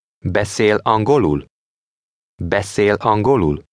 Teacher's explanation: Note the question intonation. It rises through the next to last syllable. Then at the last syllable, it falls sharply. In Hungarian, all yes-no questions of three syllables or more have this kind of rising-falling intonation.